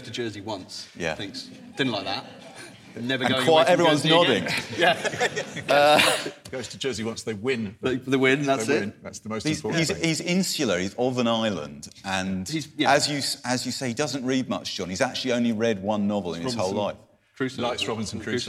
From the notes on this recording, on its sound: Special episode recorded live at the Guernsey Literary Festival.